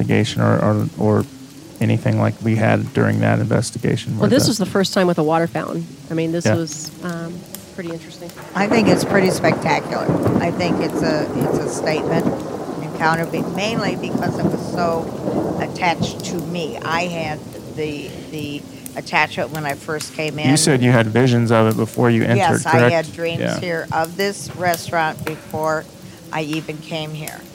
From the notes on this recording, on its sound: We recorded the show overnight at the DOS REALES Mexican Restaurant in Shawnee which its employees claim to be haunted!